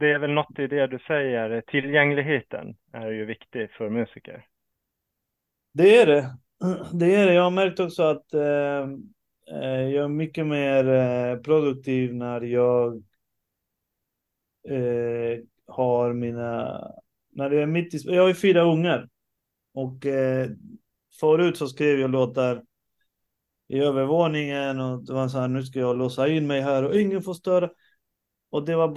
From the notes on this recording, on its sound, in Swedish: Samtalar på Zoom.